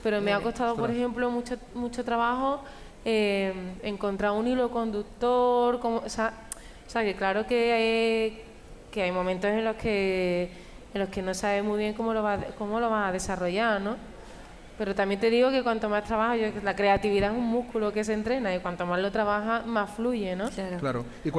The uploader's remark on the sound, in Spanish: grabado desde la Feria del Libro de Madrid